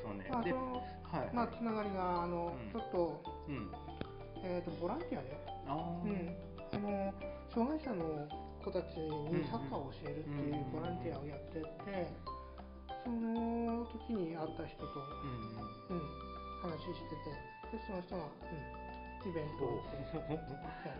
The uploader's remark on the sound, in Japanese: 雑音が酷く、切った貼ったで うまく伝わらないところもあるかもしれません